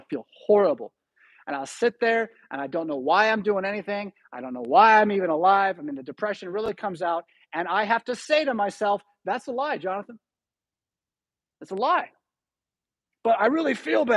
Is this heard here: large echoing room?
yes